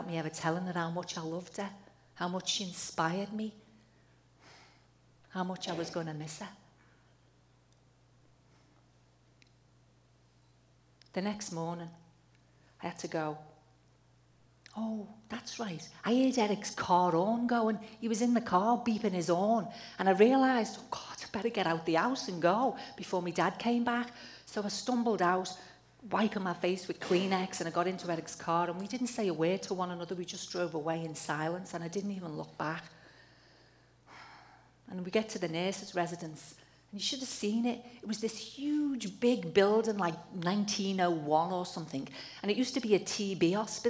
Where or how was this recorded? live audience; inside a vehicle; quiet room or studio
live audience